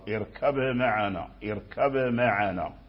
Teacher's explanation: يدخل في الأضعف في الميم، فأظهروا من هذه الناحية اركب معنا، وقلقلوا الباء لأن لا بد من قلقلة الباء لمن أراد أن يقرأ بوجه الإظهار